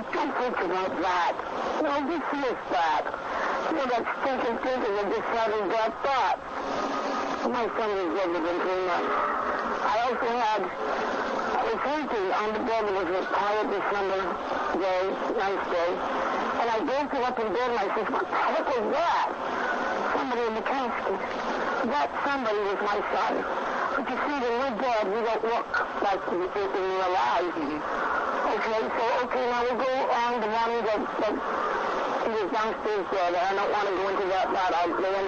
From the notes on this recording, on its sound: Apologies for the audio issues.